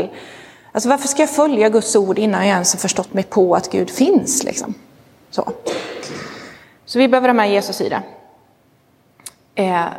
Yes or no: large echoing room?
yes